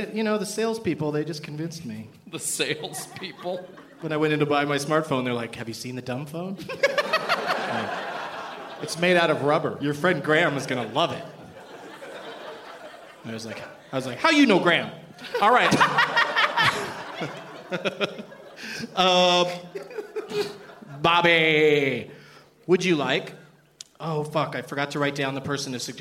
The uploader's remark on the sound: Live from the Improv in Tempe, AZ